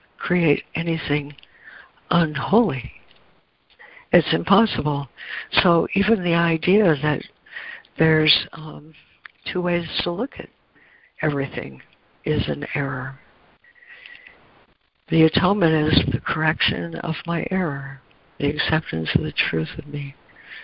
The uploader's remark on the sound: ACIM Daily Conference Call